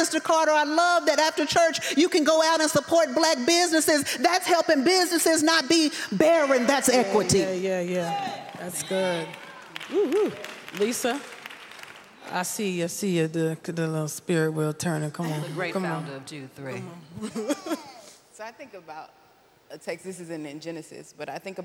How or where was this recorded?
live audience